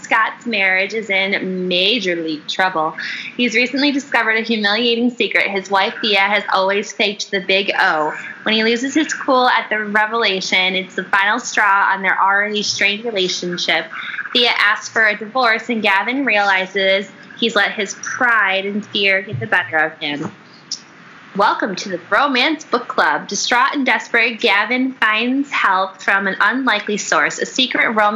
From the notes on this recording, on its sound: Please excuse any background noise; the noise was a fan b/c it was 95 degrees in Chicago that day.